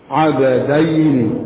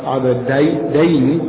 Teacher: huruf ba dipantulkan qalqalah · Shown in: first take